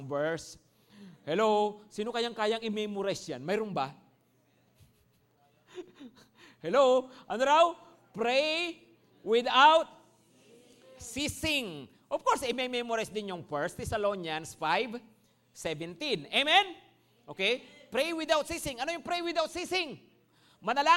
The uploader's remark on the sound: Preached last December 3, 2023 at Grace Testament Church's 5:30pm service.